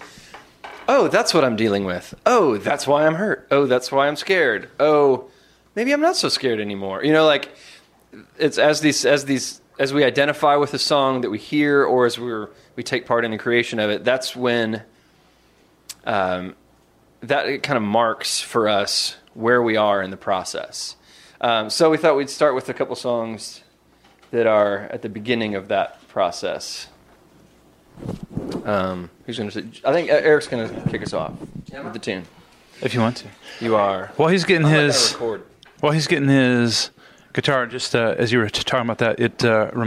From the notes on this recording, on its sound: Recorded at Hutchmoot 2012.